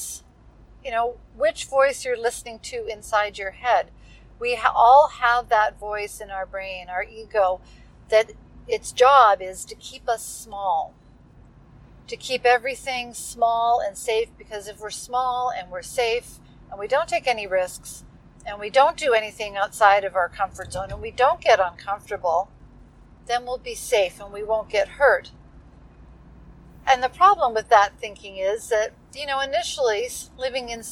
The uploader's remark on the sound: This one comes from the car, completely fulfilling the imperfection requirement for this podcast. Bloopers included.